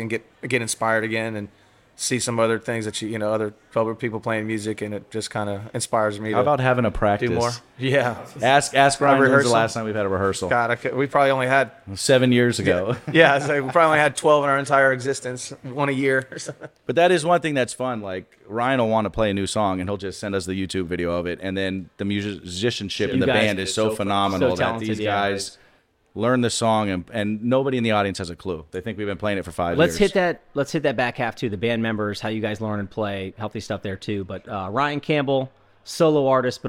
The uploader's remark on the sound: Join us for a very merry episode live from Lynch's Irish Pub in Jacksonville, Florida.